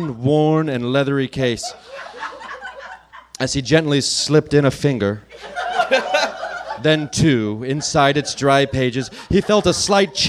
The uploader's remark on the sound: Recorded live at Nerdmelt in LA.